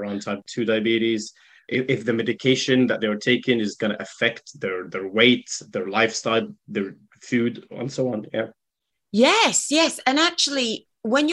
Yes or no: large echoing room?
no